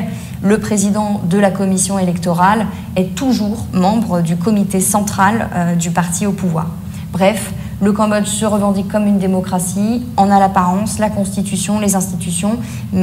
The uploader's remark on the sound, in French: Conférence enregistrée le 31 mai 2023.